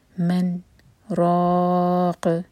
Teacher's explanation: قاف کو ساکن کر کے رک رہے ہیں تو رو چار حرکہ لمبا یہ بنا مد عار للسکون. لاسٹ واجب سخت آیا ہے سورہ